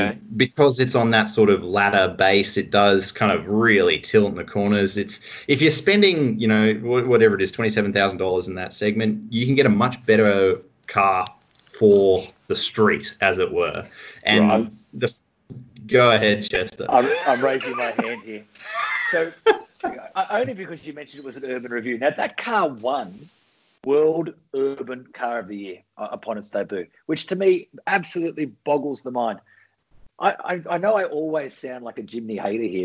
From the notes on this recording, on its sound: gather in cyberspace